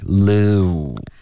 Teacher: 你现在嘴唇是半撅的，半撅的一个状态，你应该开头是放松，后面嘟起来